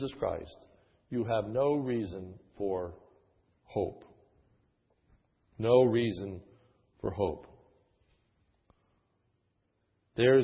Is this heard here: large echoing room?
yes